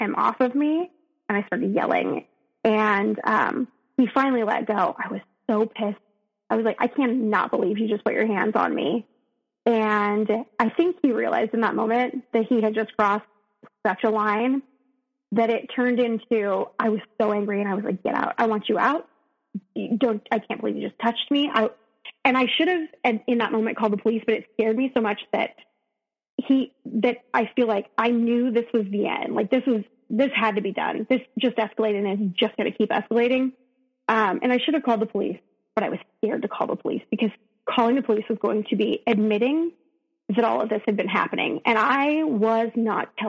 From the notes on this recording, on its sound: This episode does have sound issues. There were little pops throughout the episode due to the connection.